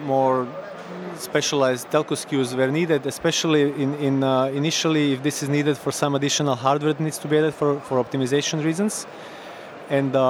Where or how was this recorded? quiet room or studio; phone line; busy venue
busy venue